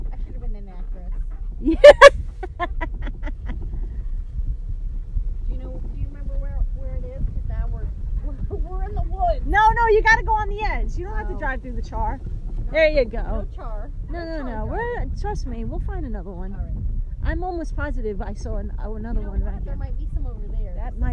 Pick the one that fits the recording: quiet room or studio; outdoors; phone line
outdoors